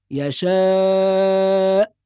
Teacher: أيضا بعض الناس يقول يشاء أو بهواء فيقول يشاء، أو يترك الهمزة أصلا فيقول يشاء، لا تظهر الهمزة مطلقا. والصواب إظهار الهمزة الساكنة والمحافظة على سكونها وعلى قوتها بدون نفس وبدون قلقلة